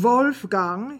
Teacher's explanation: pronouncing the W like an English V